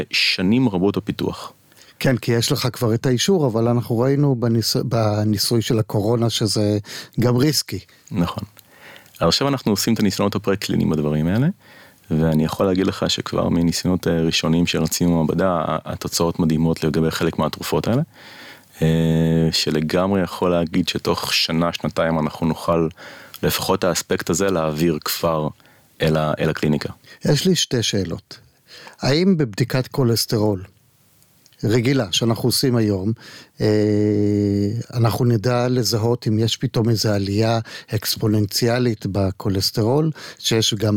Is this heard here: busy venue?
no